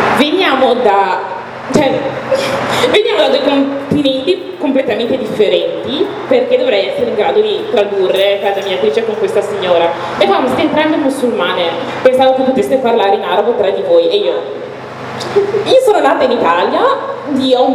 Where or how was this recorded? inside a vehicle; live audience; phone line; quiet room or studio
live audience